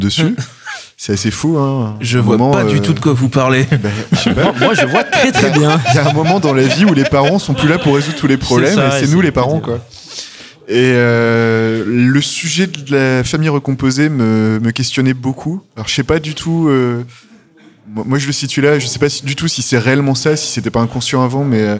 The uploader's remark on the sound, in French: Radio Alpa était présente ce dimanche 27 novembre à au centre l’Éolienne d’Arnage pour parler avec des auteurs à l’occasion du festival de la bande-dessinée !